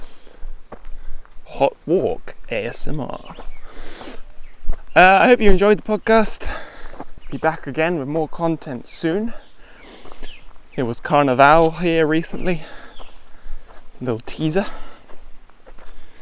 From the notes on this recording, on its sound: This podcast was recorded on the beach and the forest in Las Tunas, Ecuador.